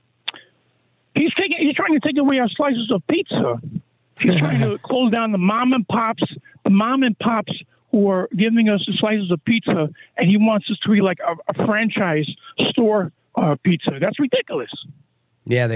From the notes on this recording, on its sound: takes your calls on Open Phones Across America